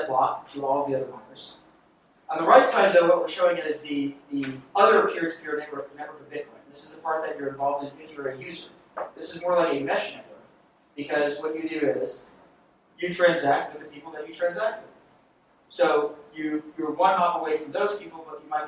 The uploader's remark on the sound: from the unwritten meetup in New York City at The Farm coworking and event space in SOHO